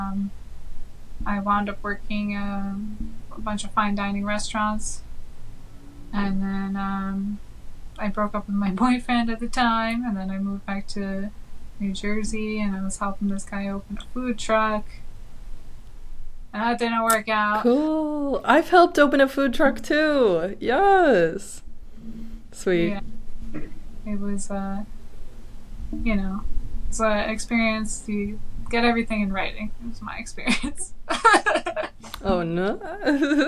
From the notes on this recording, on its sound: Technical difficulties aside